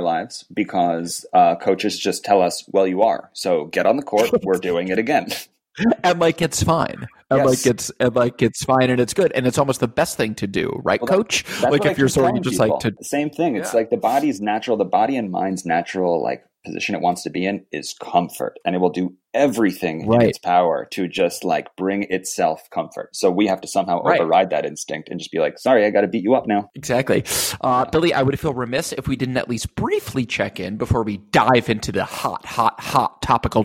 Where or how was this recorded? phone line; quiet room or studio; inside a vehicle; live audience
quiet room or studio